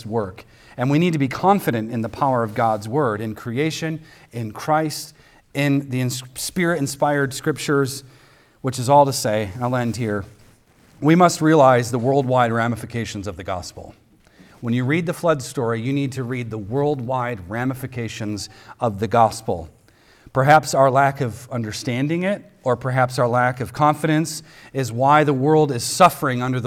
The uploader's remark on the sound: recorded on Sunday, March 26th, 2023, at the weekly worship gathering of Cross & Crown Church